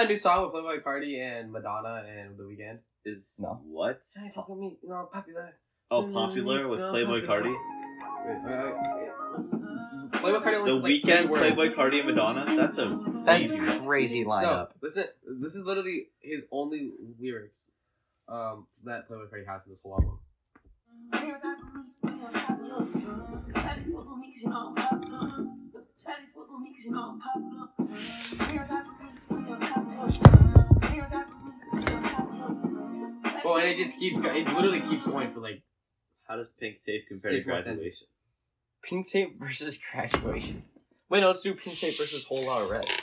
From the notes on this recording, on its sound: This episode was done at home over the summer, so the audio quality was not nearly as good as when I have a better studio to work.